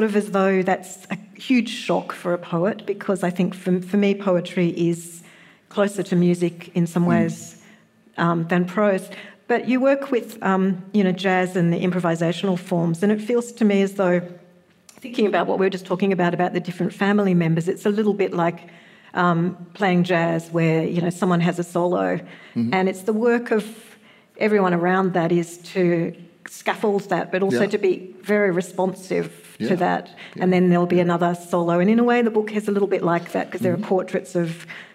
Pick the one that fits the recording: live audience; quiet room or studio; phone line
live audience